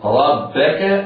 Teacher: الراء مفتوحة وقعت أول الكلمة وهي مفخمة، وباقي حروف الكلمة مرققة الباء والكاف